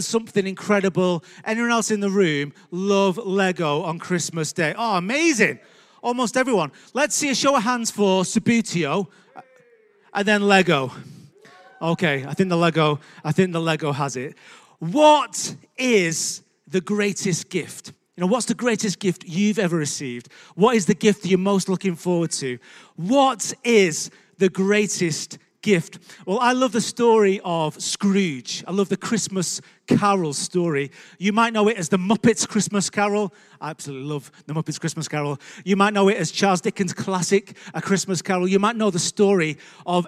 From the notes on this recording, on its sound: Recorded live at Life Church Lancashire 12th December 2021.